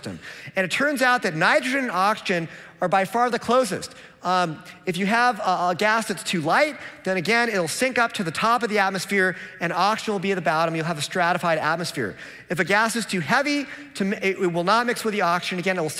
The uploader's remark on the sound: This talk was presented at the 2022 Dallas Conference on Science and Faith in January 2022.